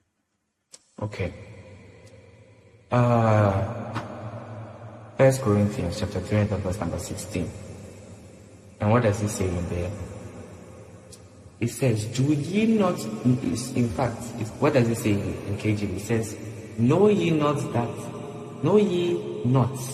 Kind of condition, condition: setting, large echoing room